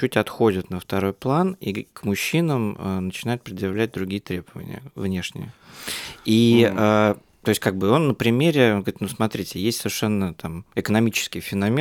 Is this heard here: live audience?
no